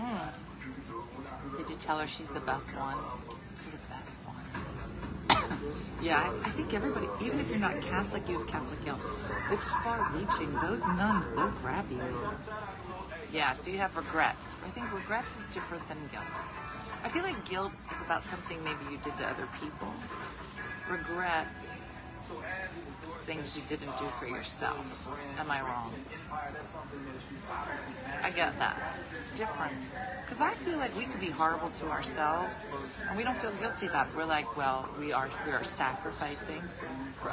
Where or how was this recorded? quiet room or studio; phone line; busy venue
busy venue